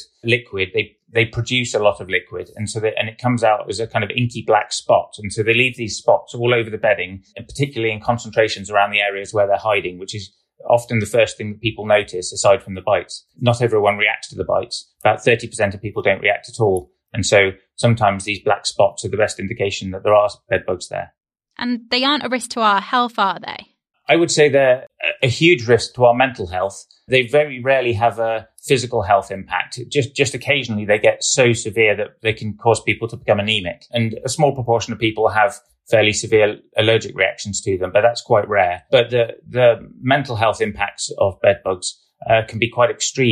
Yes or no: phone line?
no